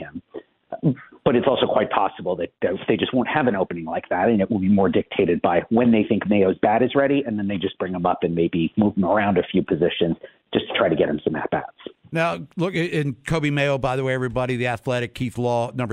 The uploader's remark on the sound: calls in live from Sarasota